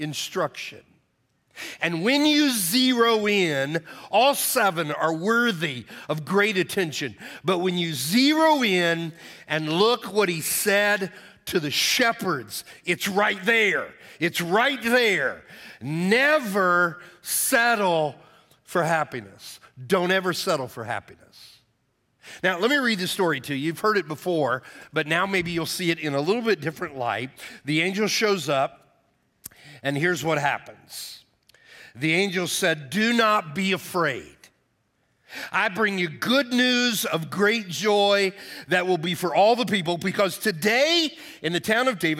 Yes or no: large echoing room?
yes